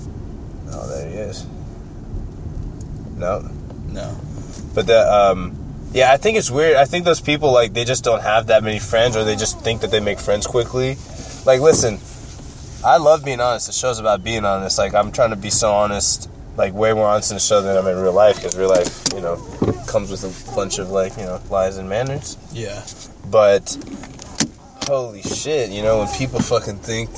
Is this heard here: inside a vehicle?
yes